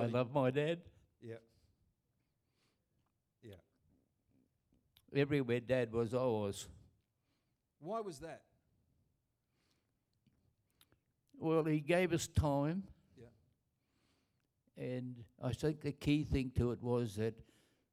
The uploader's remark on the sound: Recorded Live at Destiny Church Atherton.